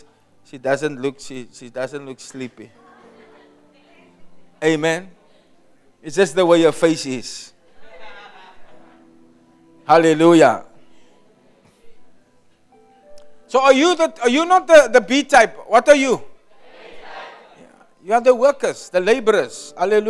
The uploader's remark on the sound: Preached at Kleinmond, Servants armed and trained ministry camp on 23 February 2024